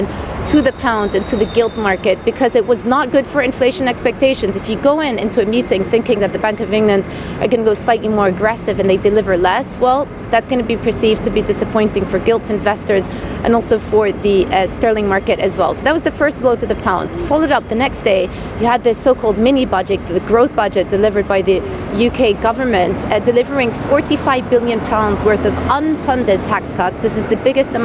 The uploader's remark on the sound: We are live at Threadneedle Street